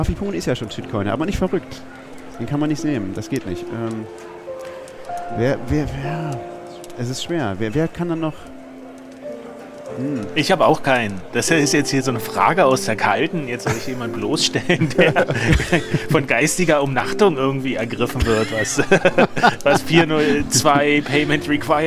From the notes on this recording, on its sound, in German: Und das ganze auch noch live vor Publikum (4 Zuhörern auf dem 36C3) und der Welt (13 Leute im Stream).